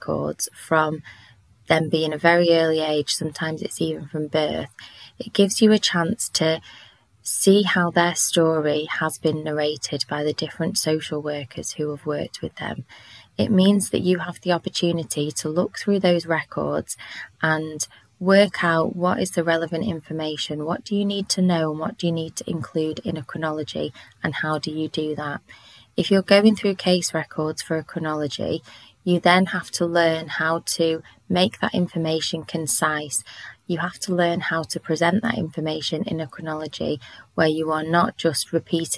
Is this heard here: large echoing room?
no